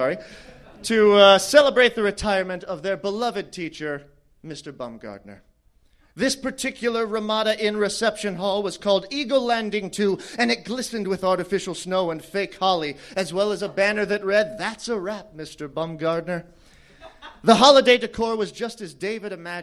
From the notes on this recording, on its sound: Battleship Pretension Live 4. At Meltdown Comics.